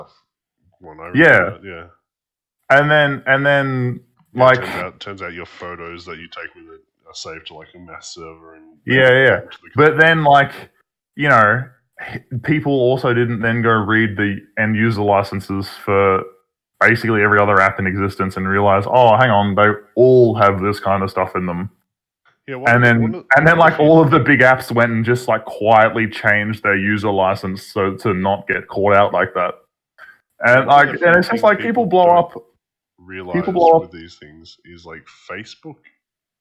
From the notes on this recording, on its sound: this is a trial for our new format so the audio may not be the best but we are looking into it moving forward